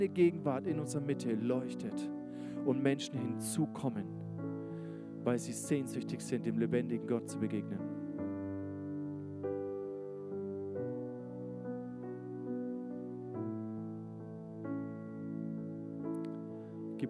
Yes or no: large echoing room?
yes